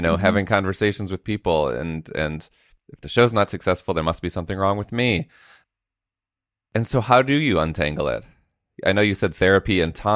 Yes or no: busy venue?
no